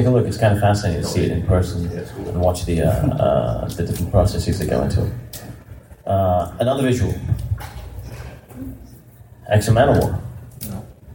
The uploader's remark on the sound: This episode brings you the Road to Harbinger Wars 2 panel from last week's SC Comic Con 2017.